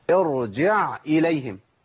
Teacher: الهمزة حرف فيه شدة وفيه جهر، انقطاع صوت ونفس، خد بالك ما توصلش العين إلى الهمزة، ما بقولش ارجع إليهم، ارجع إليهم، ارجع إليهم، هي ارجع إليهم، جع.